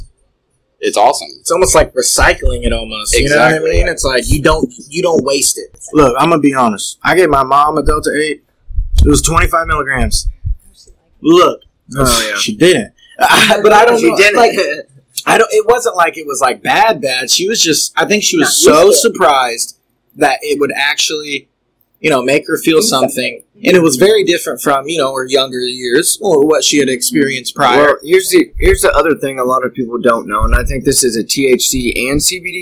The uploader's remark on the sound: Apologies for some audio trouble, still getting new set up worked out.